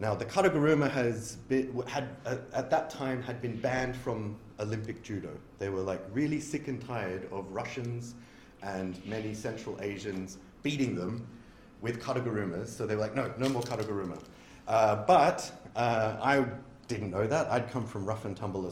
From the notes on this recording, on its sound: A talk given at the 2023 Martial Arts Studies Conference.